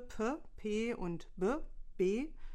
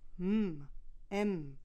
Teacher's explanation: die labialen Okklusive P, P und B, B durch den Nasal M, M ersetzt